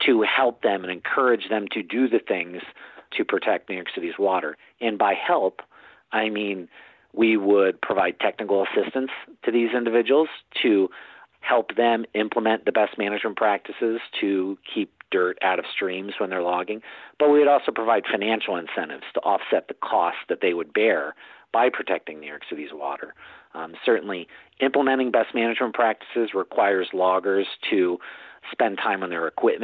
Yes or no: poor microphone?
no